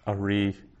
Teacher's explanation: the opening glottal stop, followed by one of these composite shavas. So a very short A sound, ari. And that means a lion.